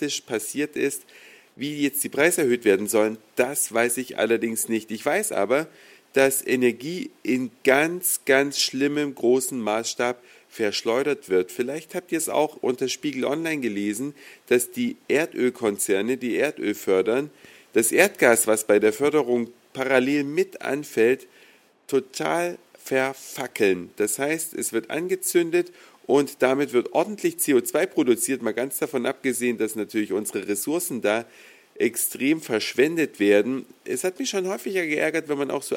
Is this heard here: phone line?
no